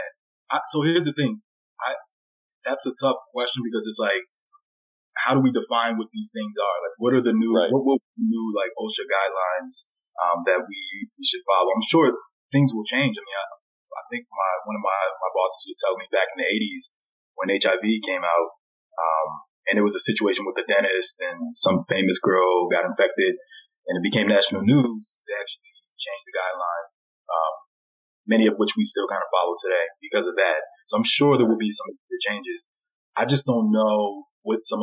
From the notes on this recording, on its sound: Sorry for the subpar audio quality.